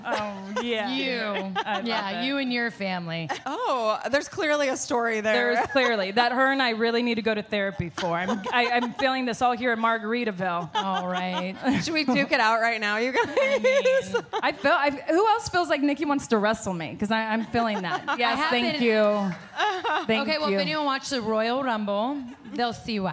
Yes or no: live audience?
yes